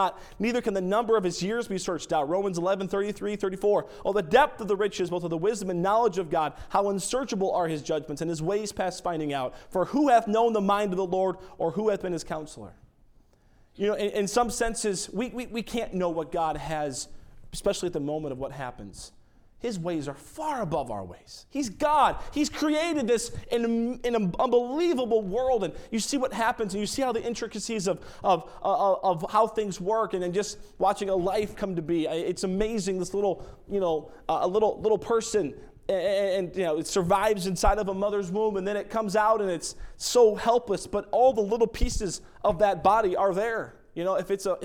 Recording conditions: large echoing room